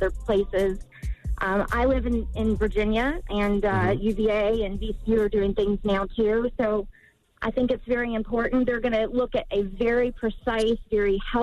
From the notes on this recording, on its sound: opened up the phone lines